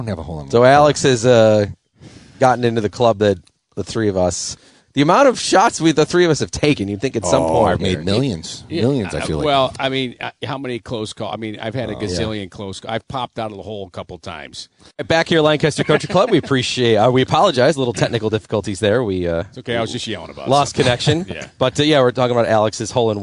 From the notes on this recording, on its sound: Tee 2 Green is live from Lancaster Country Club